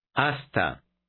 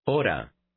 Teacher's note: Notice that the H is completely silent. You read the word just as if the H weren't there.